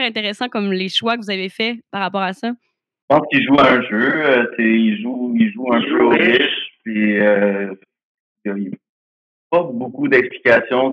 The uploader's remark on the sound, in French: Cette conversation vous transporte en 1992 avec sa qualité sonore douteuse